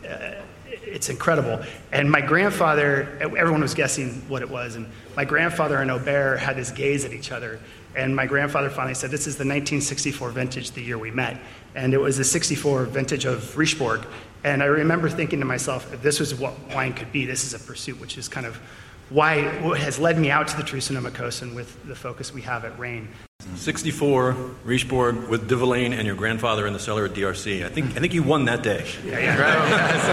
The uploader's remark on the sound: We're live at Wine Spectator's New York Wine Experience